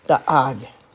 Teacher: the accent is on the last syllable